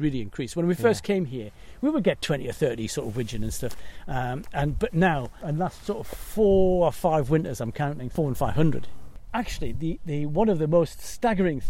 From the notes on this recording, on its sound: Shows us around his local patch. We head into the hills.